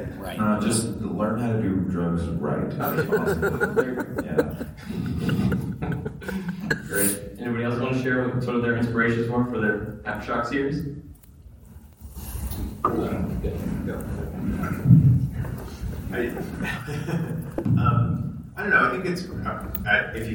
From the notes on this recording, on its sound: Aftershock Comics Panel at C2E2 2017. We are bringing you the Aftershock panel from C2E2 2017 which took place in Chicago this past weekend.